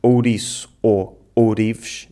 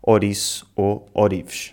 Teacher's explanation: transformamos o ditongo ou em o, sobretudo quando falamos rápido · Shown in: second take · Em vez de dizermos ouriço ou ourives, dizemos oriço ou orives.